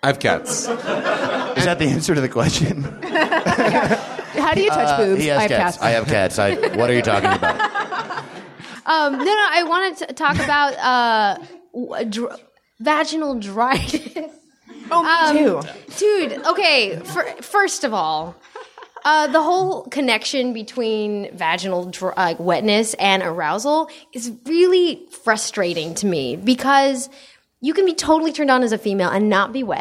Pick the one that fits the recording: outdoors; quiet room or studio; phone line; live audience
live audience